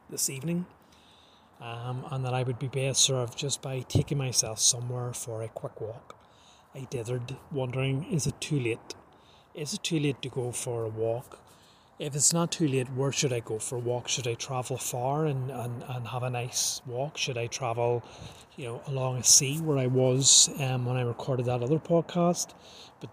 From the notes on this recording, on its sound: An odd podcast that was recorded the previous night when I was trying to detox myself in nature. Please don't be put off by the lack of polish,this was recorded in nature itself at dusk.